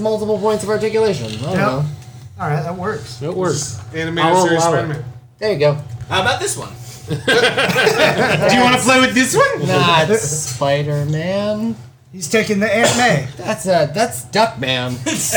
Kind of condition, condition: setting, busy venue